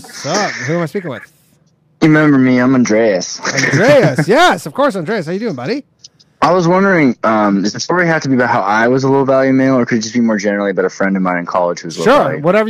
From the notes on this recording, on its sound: The bad advice question/call in show.